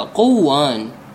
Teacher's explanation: قنوان نون ساكنة اجتمعت مع الواو، الواو أحد أحرف اليرملون، والنون الساكنة والواو. إذا قنوان إذا حصل إدغام النون بالواو راح يتغير المعنى، يصير هكذا قوان